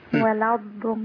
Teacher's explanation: فأنا بنتقل من اللام للضاد على طول